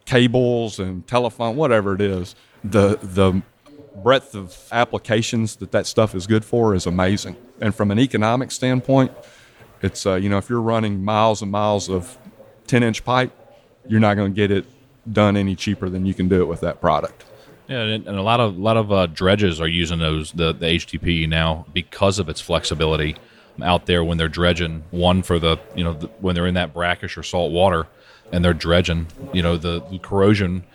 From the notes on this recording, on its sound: at the 2019 work boatshow in New Orleans, Louisiana